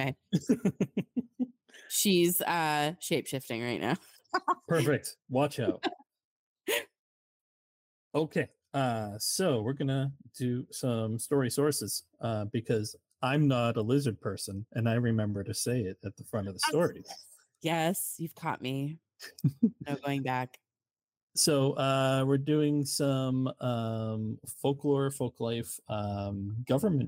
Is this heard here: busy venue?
no